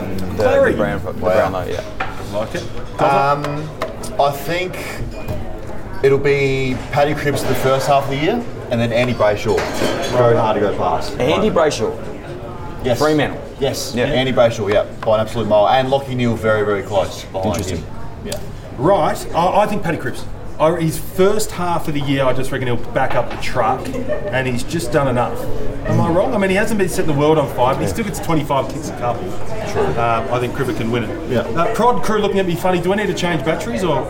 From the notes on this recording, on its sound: We're live from the Moosehead Bar in Mt Buller